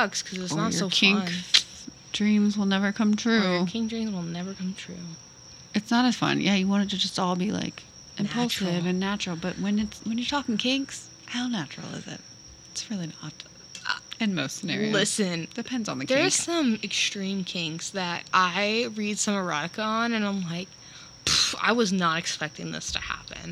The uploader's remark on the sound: Coming at ya with another episode recorded in the great Florida outdoors!